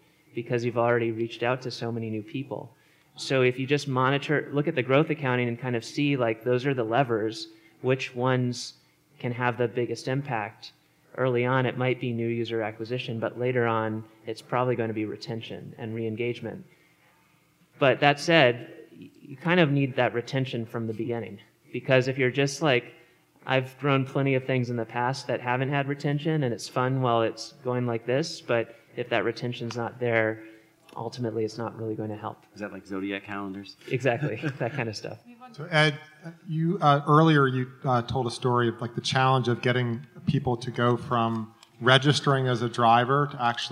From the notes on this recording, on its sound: The Scaleup Offsite 2017. This panel was recorded at The Scaleup Offsite, an event focused on scaling companies co-hosted by Greylock Partners and YC Continuity.